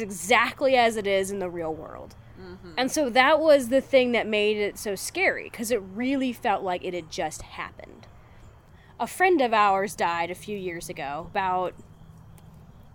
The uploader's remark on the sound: here is a special bonus episode, recorded around a campfire.